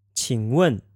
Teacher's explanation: Q-I-N-G with a third tone followed by W-E-N with a fourth tone.